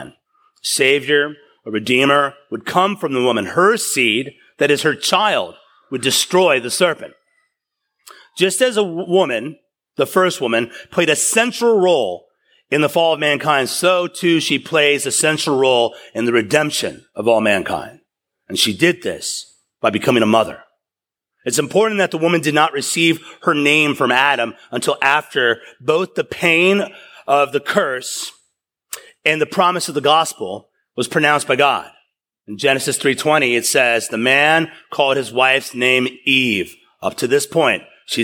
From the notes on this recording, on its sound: Taken from a sermon series. At East River Church.